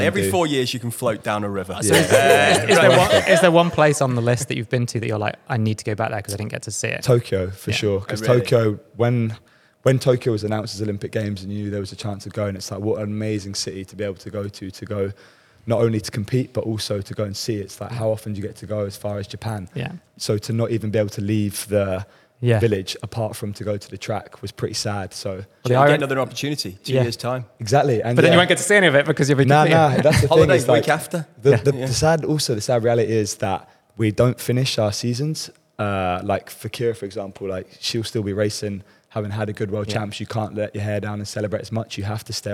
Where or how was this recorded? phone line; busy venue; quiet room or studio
busy venue